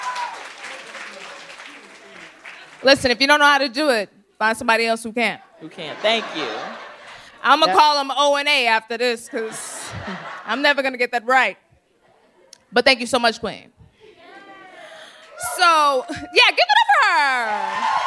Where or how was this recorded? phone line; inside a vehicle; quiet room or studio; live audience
live audience